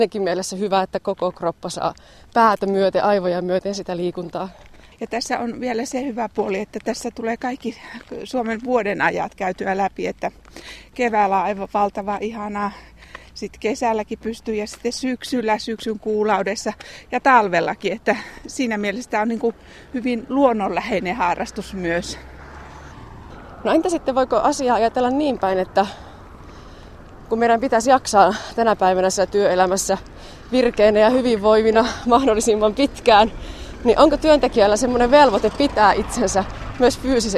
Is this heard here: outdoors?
yes